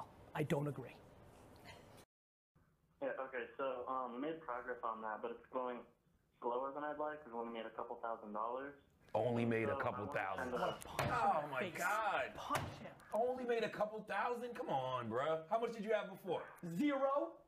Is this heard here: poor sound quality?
yes